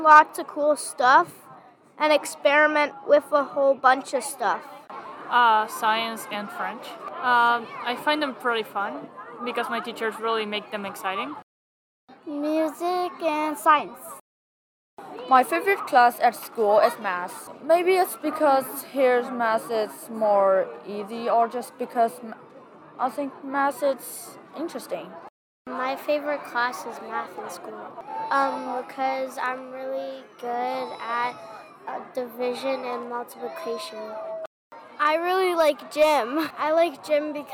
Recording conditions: busy venue